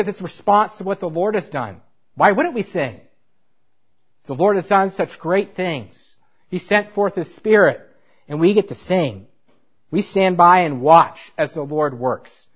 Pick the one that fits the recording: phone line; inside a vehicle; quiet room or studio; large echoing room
large echoing room